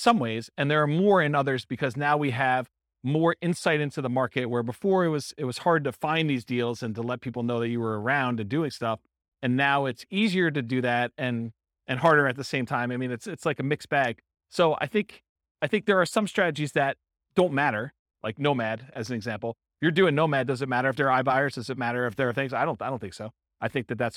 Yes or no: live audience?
yes